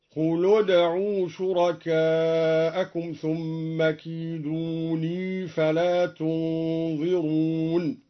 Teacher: ضم الدوري اللام وهي أول الساكنين وأثبت الياء في كيدون وصلا